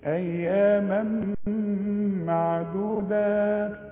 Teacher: التنوين بقى اللي بعده ميم ادغم ادغام كامل بغنة